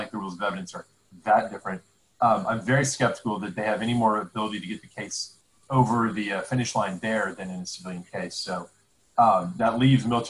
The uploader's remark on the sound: This is our second lockdown episode, simulcast as a Zoom-based video!